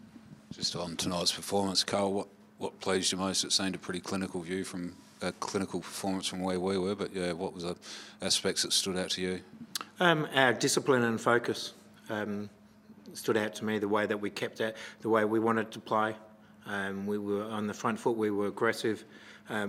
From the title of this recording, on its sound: post-match press conference